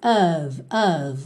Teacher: o O, aquela mistura do O com o som bobo